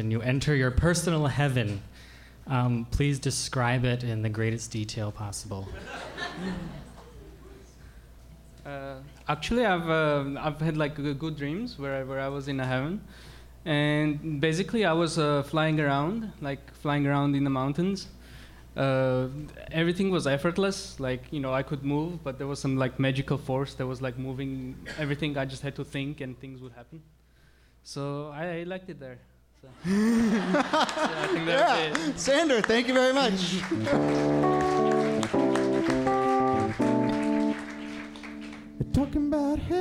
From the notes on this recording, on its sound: Ask Roulette is the conversation series in which strangers ask each other questions live on stage. This excerpt is from our recent show at Housing Works Bookstore in NYC.